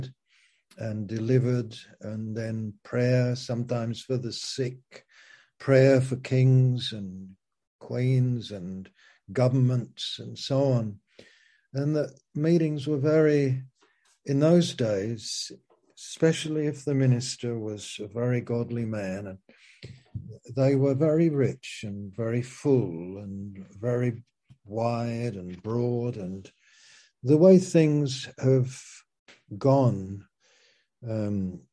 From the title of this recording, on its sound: Zoom - Teign Valley Sessions